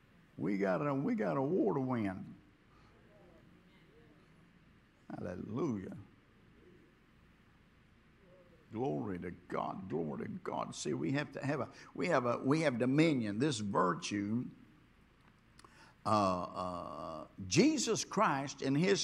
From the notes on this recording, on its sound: this was recorded on Friday at Abundant Living Ministries.